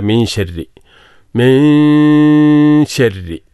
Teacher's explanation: കാരണം സൂറത്തുൻ നാസിലും ഫലക്കിലും ഒക്കെ വന്നിട്ടുള്ള മീൻ ശരി, മീൻ ശരി, നൂൻ ഉച്ചരിക്കുന്നത് പോലെ ഉച്ചരിക്കുകയും മൂക്കിലൂടെ ശബ്ദം ഒരു മൂളം മൂളക്കൽ പുറത്തേക്ക് വരികയും ചെയ്യുക · Term: ഇഖ്ഫ